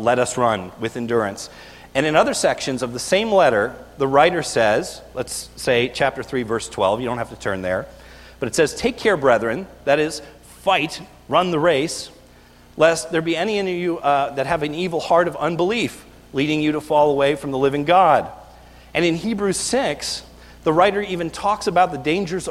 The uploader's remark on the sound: This is a video recorded at the Lebanon Bible Fellowship Church in Lebanon, PA on 12/02/2018 during the evening service